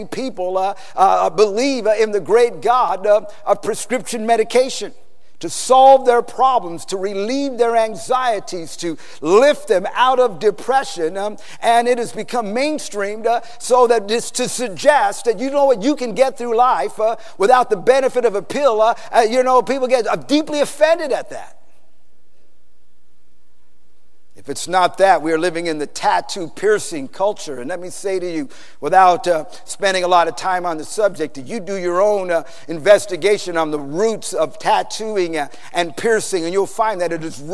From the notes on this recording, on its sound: PREACHED IN SAN ANTONIO TX 2011